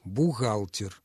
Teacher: На месте этого сочетания читается «Г» – «бухгалтер». Редкий случай, кстати, в русском языке, когда мы произносим вот это «г» фрикативно, которое характерно для южно-русских говоров и украинского языка, например.